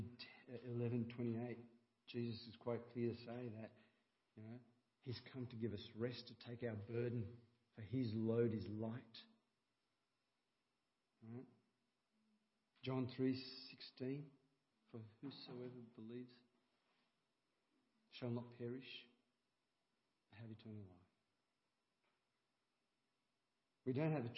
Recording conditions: large echoing room